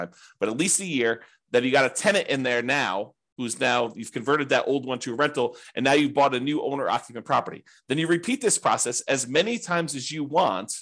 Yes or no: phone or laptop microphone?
no